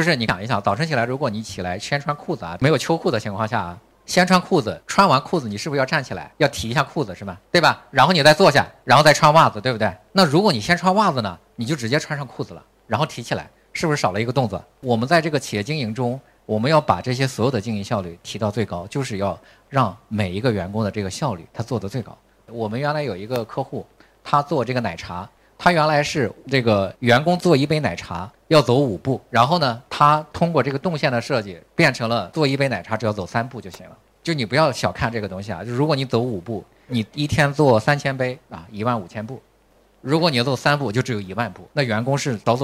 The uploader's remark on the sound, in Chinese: 这一集播客我在pageone北京坊店签售《营销笔记》时的一场分享录音。